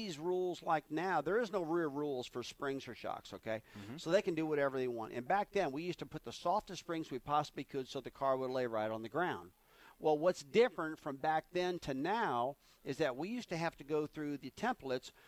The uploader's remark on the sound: NASCAR Live from Daytona